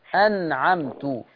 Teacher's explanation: لما تلاقي رأس الحاء الصغيرة دي على النون معناها إن النون مظهرة معهاش غنة